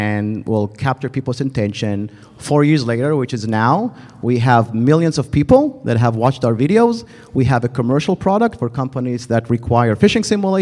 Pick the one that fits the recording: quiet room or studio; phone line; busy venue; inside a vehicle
busy venue